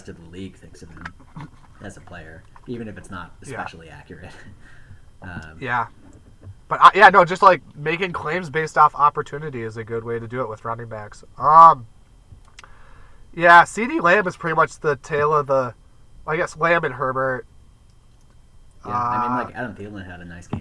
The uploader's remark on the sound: Does recording via hotspot from the back of a van produce a quality auditory environment?